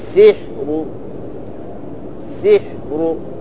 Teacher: سحر، أرقق لأنها ساكنة وما قبلها مكسور ثم جيها منما بضم الشفتين. إذا رمت فأعطيها حركتها، وهي حركتها مضمومة، والراء المضمومة تفخم ولا ترقق؟ تفخم، إذا بعطيها تفخيم، فأقول سحر، سحر، واضح؟